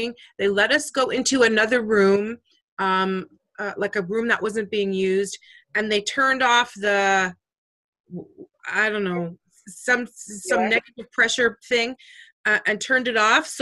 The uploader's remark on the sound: During a snow storm The Doulas got together in a zoom meeting and talked about so so many things.